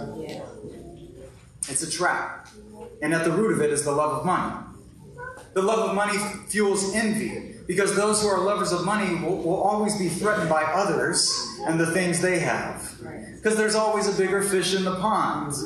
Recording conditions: poor sound quality